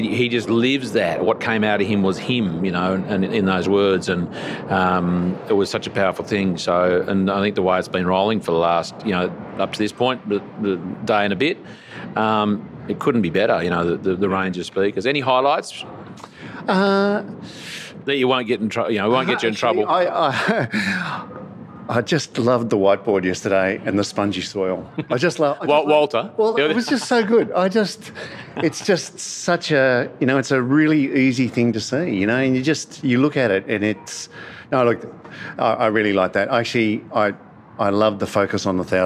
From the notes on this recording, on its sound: Took aside a number of speakers and attendees of the Resource Consulting Services Australia (RCS) in July 2022. The long-awaited 10 yearly conference.